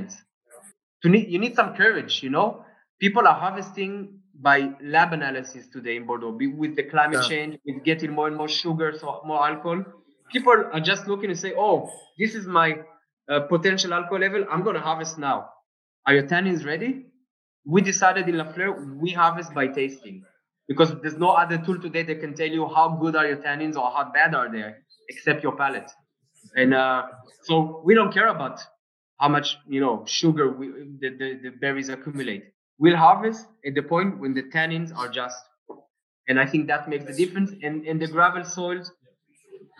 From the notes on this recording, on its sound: Tasted over Zoom.